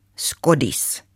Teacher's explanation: På finlandssvenska hugger man dessutom till med korta vokaler.